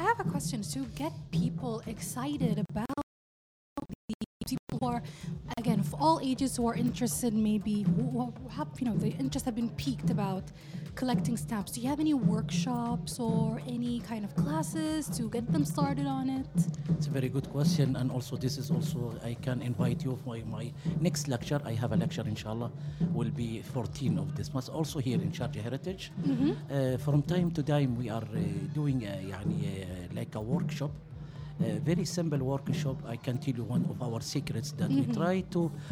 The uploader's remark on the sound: Live from SHD 2023.